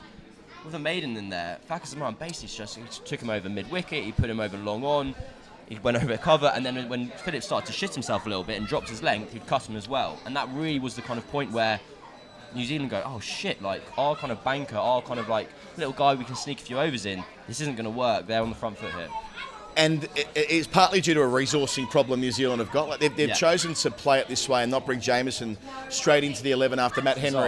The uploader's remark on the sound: Recorded at his local pub in North London before they head to the football.